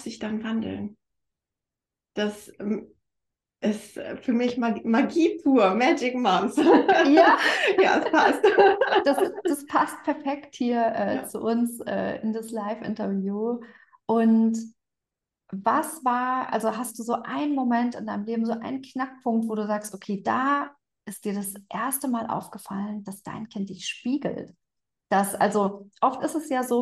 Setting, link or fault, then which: link, video call